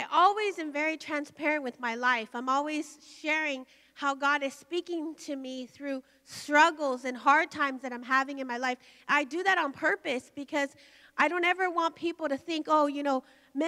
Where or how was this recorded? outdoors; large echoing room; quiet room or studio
large echoing room